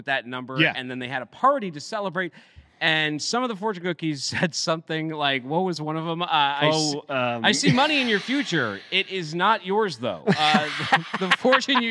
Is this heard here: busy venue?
yes